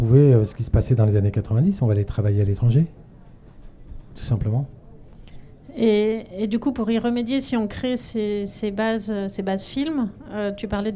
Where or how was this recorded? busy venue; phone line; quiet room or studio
busy venue